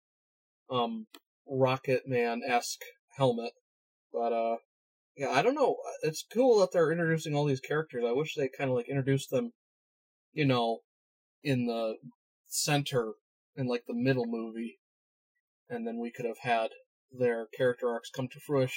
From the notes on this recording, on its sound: Thankfully he has a portable microphone. Please forgive the even worse audio, unlike the bad audio that we normally have.